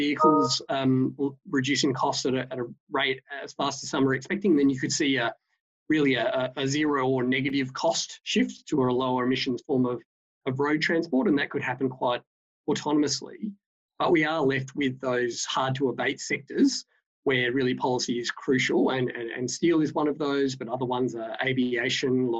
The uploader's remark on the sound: Webinar recording